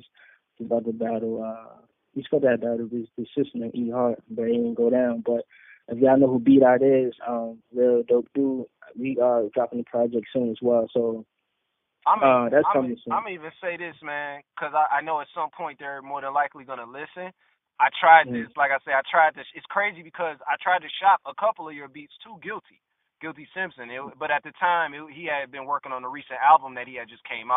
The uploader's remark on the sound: a call in interview